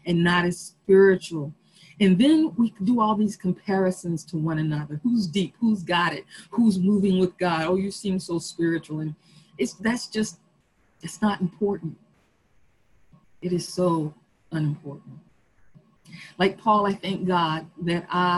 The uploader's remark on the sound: Our Zoom streamed service